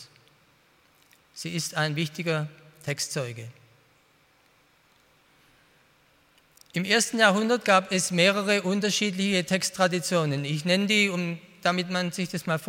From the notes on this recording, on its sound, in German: bei einer Veranstaltung der Internationalen Hochschule Liebenzell (IHL)